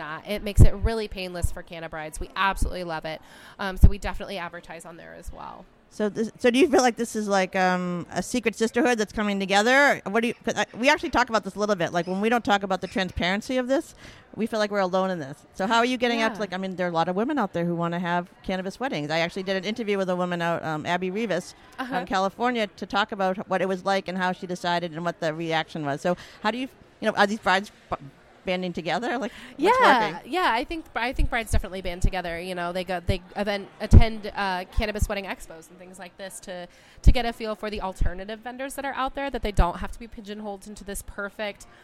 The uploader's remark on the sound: on location at the Cannabis Wedding Expo in Cambridge, Massachusetts